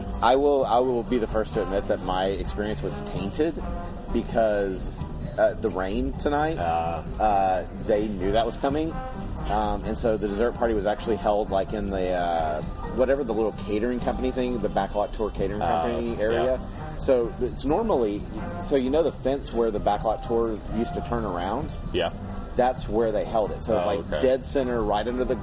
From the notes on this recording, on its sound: Live from Jock Lindsey’s Hangar Bar. We’re live from Jock Lindsey’s Hagar Bar in Disney Springs.